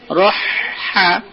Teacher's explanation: মোটা রকে মোটা করে পড়তে হবে, রয়ের ওপর জবর আছে, রহ হা এটা হলকের মধ্যস্থল, তাই না, একটু বাজিয়ে হাটা উচ্চারণ করতে হবে